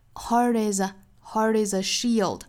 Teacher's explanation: 在跟后面连读呢，我们把这个 t 发成一个 flap t 的样子。Heart is a shield，同样 shield 紧张音后面加一个舌侧音 shield.